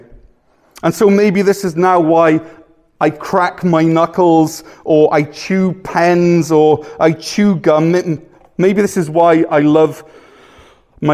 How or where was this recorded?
large echoing room